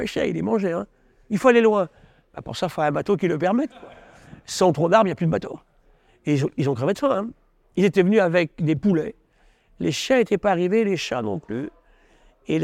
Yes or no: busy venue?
yes